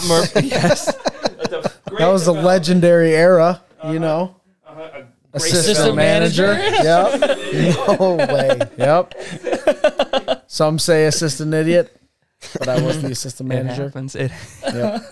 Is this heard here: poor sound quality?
no